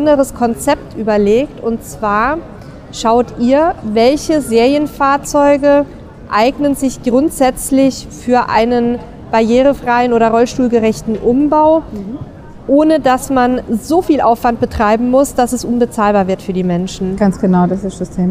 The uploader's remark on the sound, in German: Caravan Salon 2023 live. Live" auf dem Caravan Salon.